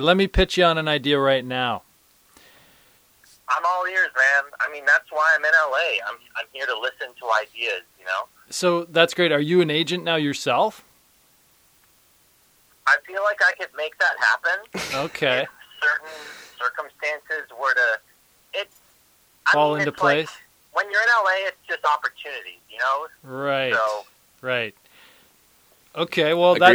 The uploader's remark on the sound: Get on the phone.